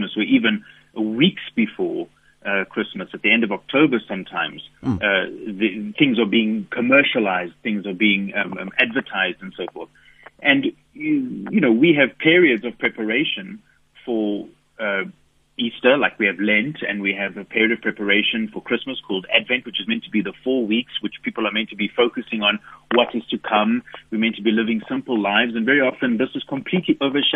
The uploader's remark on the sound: Guest on the phone